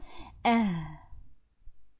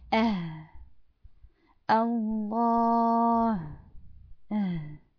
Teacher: جزء نفس وجزء صوت لازم تخلطيهم مع بعض · Term: صوت الهاء